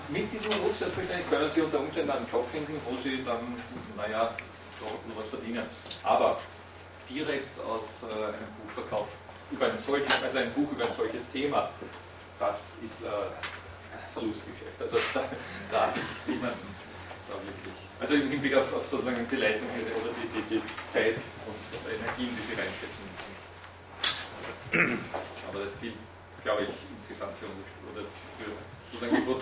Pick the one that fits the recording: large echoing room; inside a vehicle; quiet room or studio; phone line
large echoing room